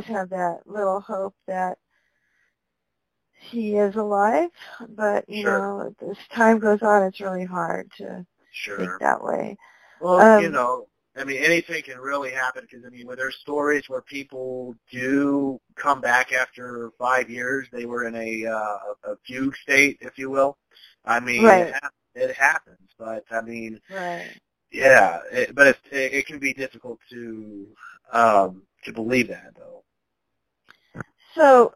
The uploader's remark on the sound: At the time, a phone interview via our usual ways was not permitted, so the conversation instead was recorded on the phone.